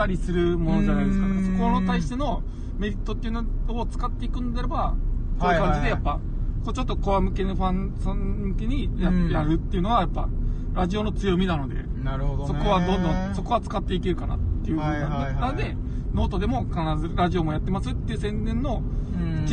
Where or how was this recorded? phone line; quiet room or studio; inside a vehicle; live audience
inside a vehicle